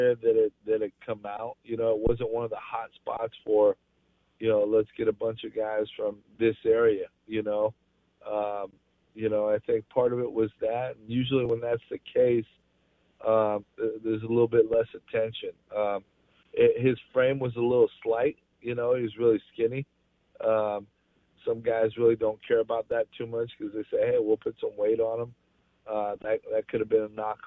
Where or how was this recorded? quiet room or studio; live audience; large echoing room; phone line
phone line